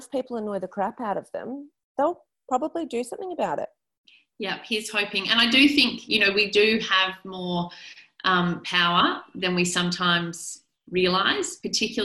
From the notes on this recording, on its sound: the audio from an online Town Hall Meeting conducted by parent advocacy group The Parenthood